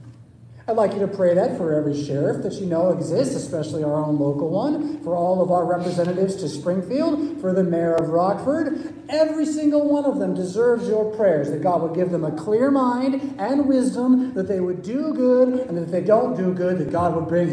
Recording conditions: large echoing room